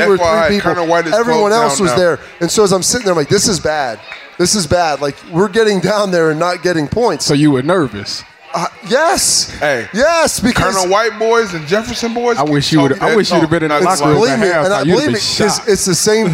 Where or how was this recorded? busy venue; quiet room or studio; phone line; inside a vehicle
busy venue